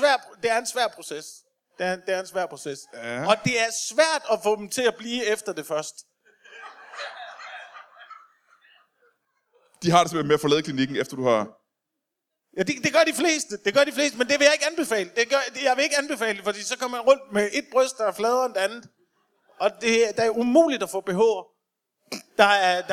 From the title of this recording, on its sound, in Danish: LIVE fra Aalborg